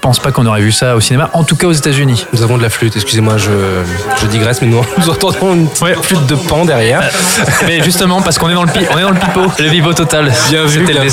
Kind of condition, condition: setting, busy venue